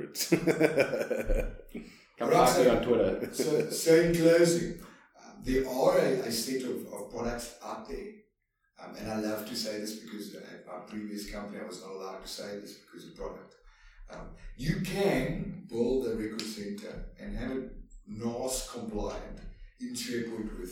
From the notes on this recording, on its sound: New kit means working on the Interview quality. Apologies for the sound.